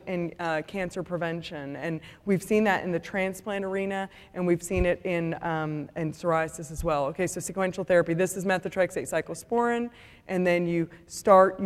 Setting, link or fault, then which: setting, live audience